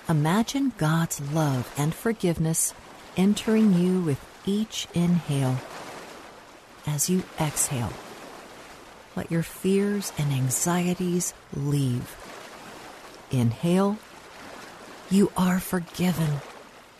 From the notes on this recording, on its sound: Relax to the sounds of lake waves.